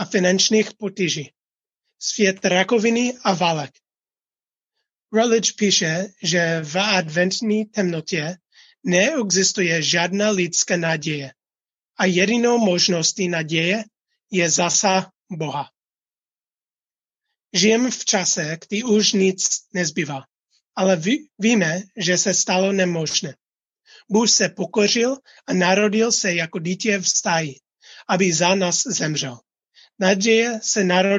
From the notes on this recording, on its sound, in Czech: Záznam z našeho nedělního setkání společenství Ta Cesta na ZOOMu.